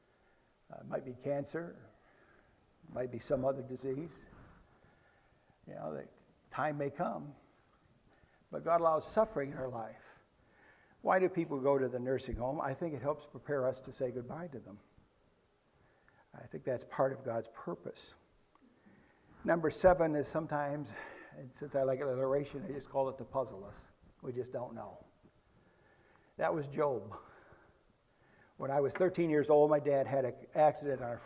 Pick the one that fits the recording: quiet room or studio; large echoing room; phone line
large echoing room